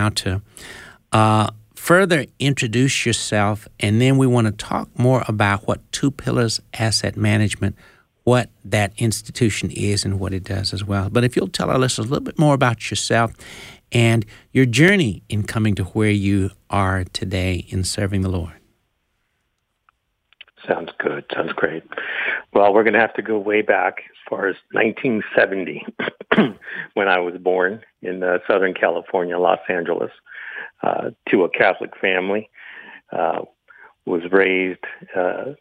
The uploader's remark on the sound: Today's Phone Guest